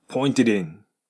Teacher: pointed の D と次の in、これがくっついて din となります